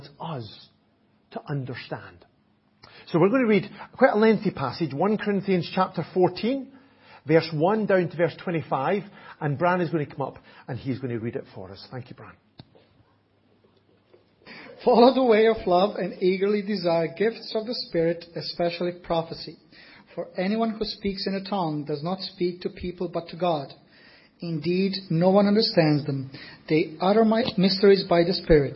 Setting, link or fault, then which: setting, large echoing room